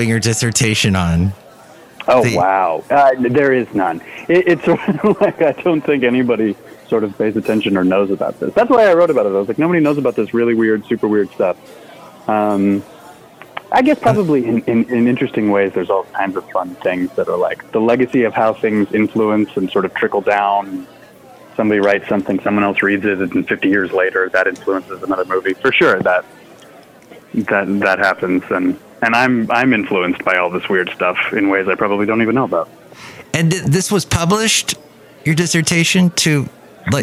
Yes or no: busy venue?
yes